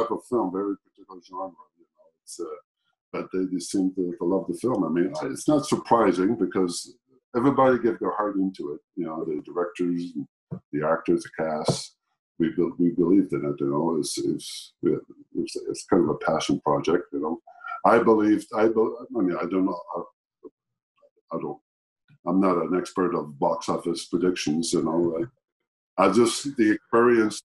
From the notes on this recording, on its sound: Recorded via Zoom